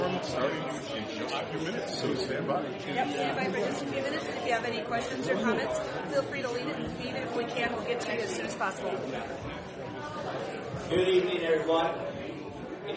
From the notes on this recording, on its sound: we were able to go Facebook live at the Larimer County Sheriffs forum, put on by Perspectives 101